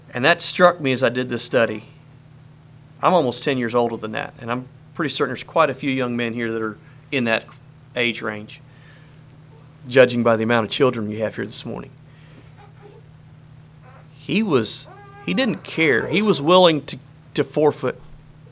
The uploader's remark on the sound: Message preached at Word of Hope